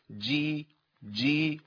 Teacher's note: الجيم من الحروف اللي ايه، اللي فيها انقطاع صوت ونفس